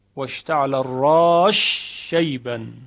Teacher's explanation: حرف سین ادغام می شود در شین، واشتعل الراش شیبا، که این هم همین یک موضع هست، منتها از سوسی به دو وجه نقل شده، یکی ادغام، یکی فک ادغام، یعنی به اظهار اون.